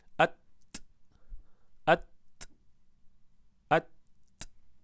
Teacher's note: اور تا پر آواز نہیں بلکہ سانس نکالی جائے گی، اس کو ہمس کہتے ہیں